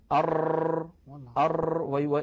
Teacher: هو ارتعاد طرف اللسان حتى يتكرر الحرف المنطوق. والتكرير صفة لحرف الراء، وهي تذكر لتجتنب لا ليؤتى بها.